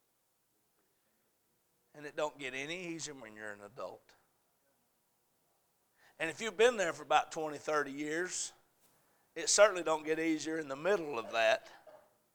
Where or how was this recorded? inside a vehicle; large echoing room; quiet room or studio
large echoing room